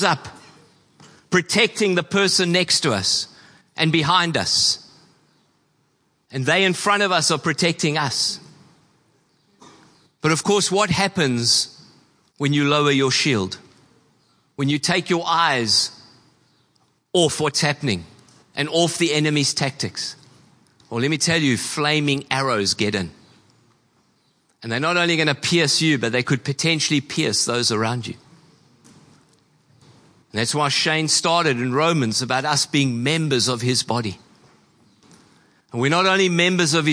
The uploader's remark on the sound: Preached on 10/12/23 at Horsham Downs. Church Complete Part 5: The Army (Horsham Downs).